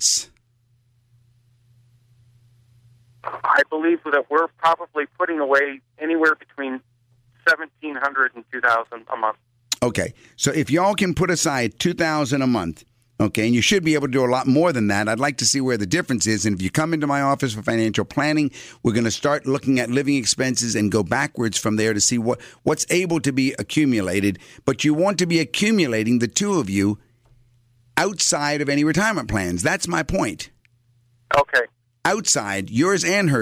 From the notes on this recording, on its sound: call-in show